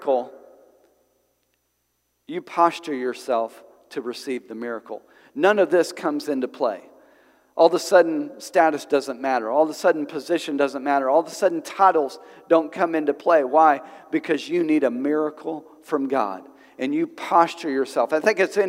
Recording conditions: large echoing room